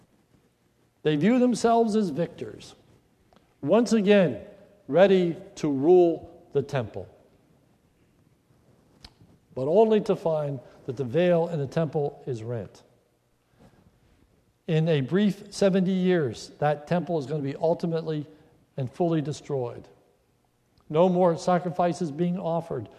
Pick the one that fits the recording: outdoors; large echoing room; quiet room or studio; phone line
large echoing room